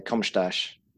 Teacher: in Portugal, the ending sounds, the ending vowels aren't pronounced